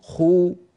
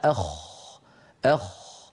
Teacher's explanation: المضموم أكثر تفخيما من الساكن